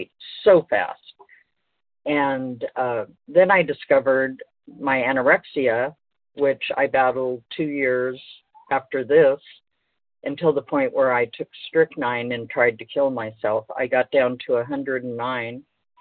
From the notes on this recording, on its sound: 100 Pounders Phone Meeting.